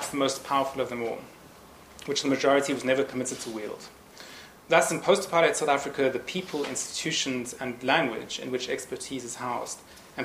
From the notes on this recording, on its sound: Annual lecture held on 11th June 2010, Nissan Lecture Theatre, St Antony's College, Oxford University.